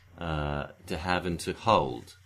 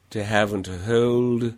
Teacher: there's a backing compared to the O, and a rounding before the L · Shown in: first take